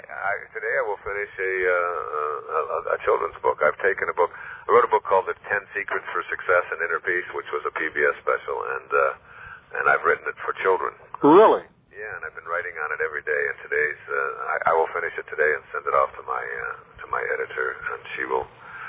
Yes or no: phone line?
yes